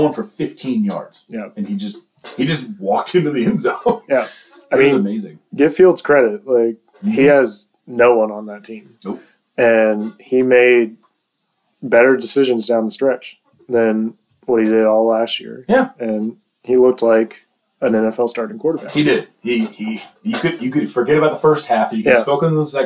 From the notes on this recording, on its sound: We apologize for the audio quality. Had some technical issues.